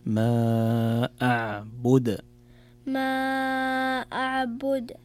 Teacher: ركز على القلقلة في الدال